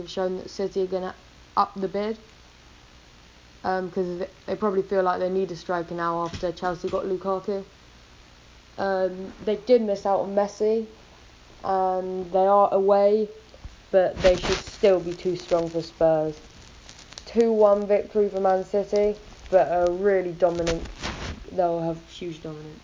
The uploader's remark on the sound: Sorry about the Mic.